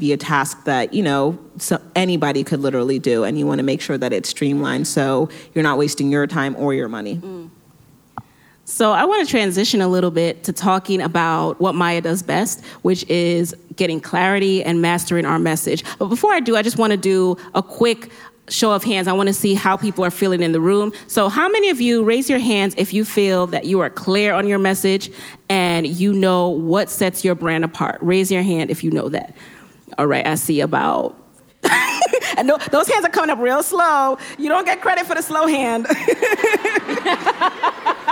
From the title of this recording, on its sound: LIVE PODCAST!